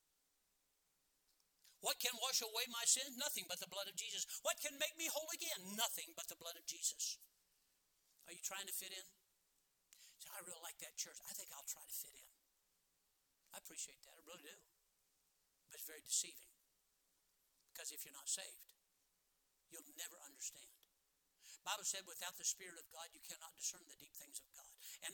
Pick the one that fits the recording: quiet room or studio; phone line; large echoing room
large echoing room